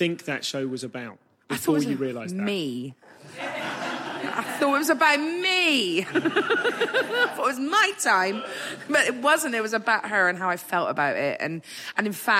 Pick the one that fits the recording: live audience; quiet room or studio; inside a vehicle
live audience